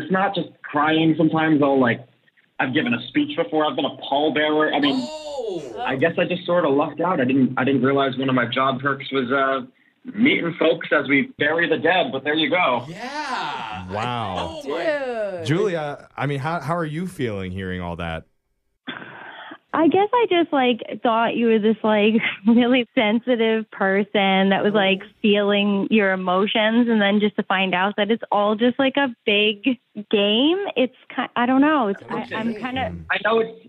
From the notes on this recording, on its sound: We have a listener on the phone today